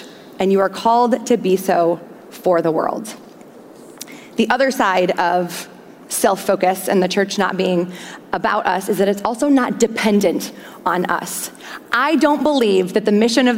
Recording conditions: large echoing room